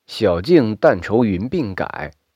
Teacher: 这句当中径字的径是后鼻音，四声